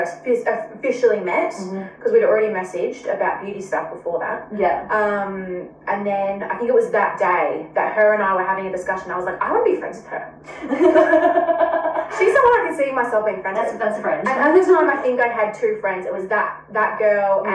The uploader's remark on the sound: Sorry about the echo, its super annoying however i have fixed the issues.